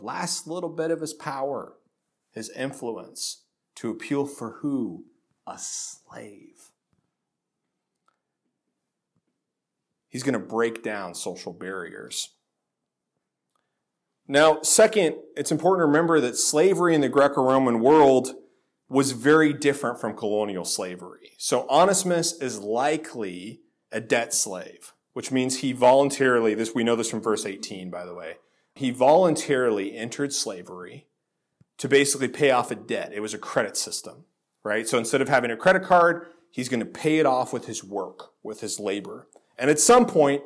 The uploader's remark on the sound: This sermon was originally delivered at Faith Reformed Church in Lynden, WA on October 7, 2018.